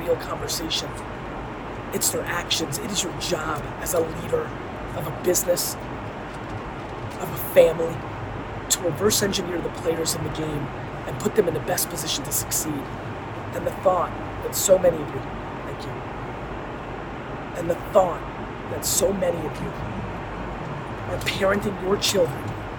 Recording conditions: phone or laptop microphone